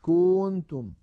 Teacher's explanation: الخطأ أن يمط ضمة الكاف فيقول مثلا كنتم